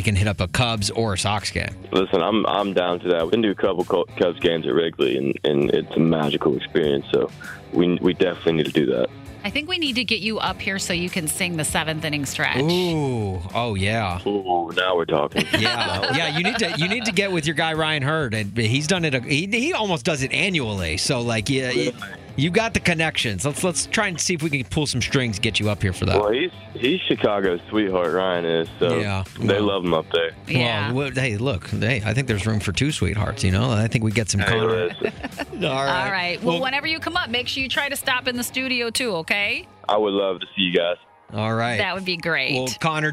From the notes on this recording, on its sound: called in to play a round of One's Gotta Go